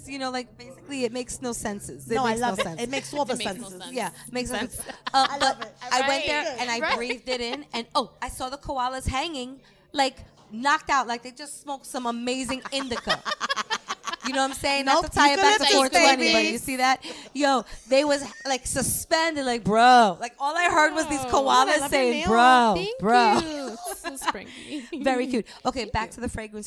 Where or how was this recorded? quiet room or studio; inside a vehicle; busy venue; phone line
busy venue